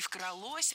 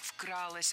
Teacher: Не «вкралось», а «вкралось». Ударным должен быть первый слог. · Shown in: second take